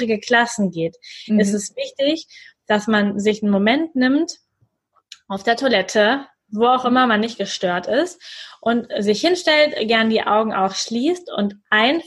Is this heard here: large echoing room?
no